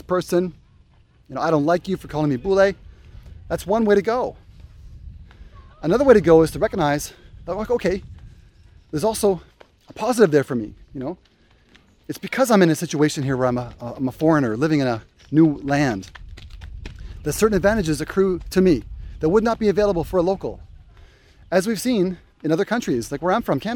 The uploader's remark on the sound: Walk and talk